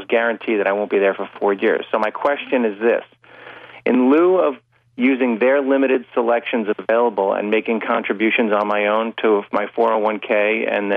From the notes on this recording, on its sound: call-in show